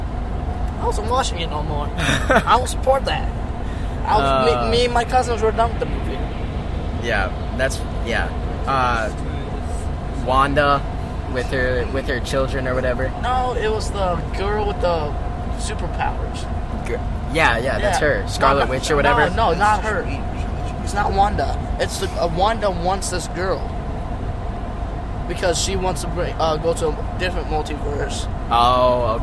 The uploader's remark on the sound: This episode was recorded in a van so there will be background noise. There was also some microphone issues that were picked up so just ignore them.